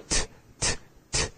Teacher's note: The T sound is what they call a dental sound because you're using your teeth